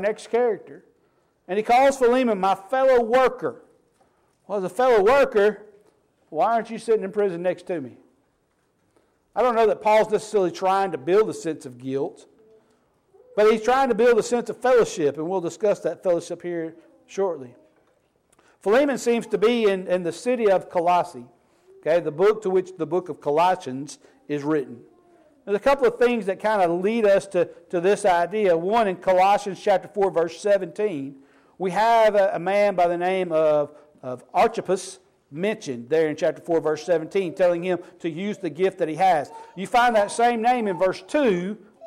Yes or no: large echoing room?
yes